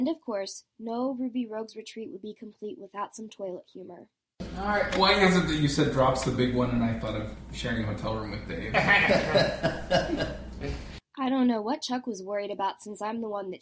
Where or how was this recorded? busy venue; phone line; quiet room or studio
busy venue